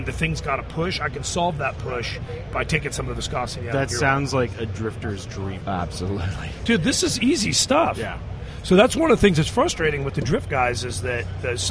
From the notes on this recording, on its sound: SEMA 2016. Live from the SEMA show floor.